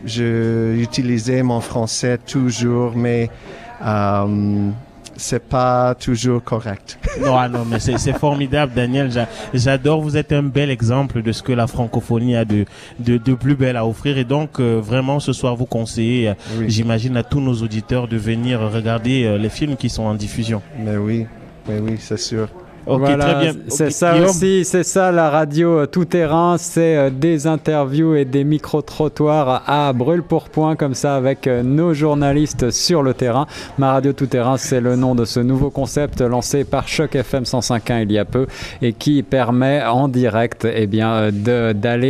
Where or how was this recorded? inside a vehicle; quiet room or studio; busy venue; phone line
busy venue